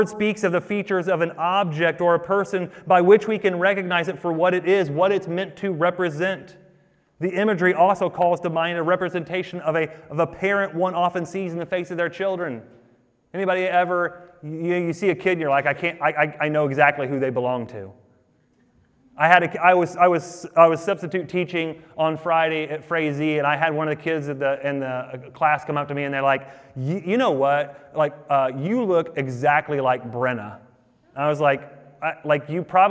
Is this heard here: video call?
no